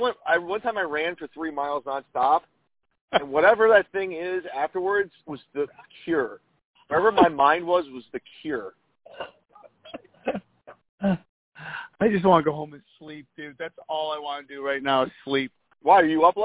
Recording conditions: phone line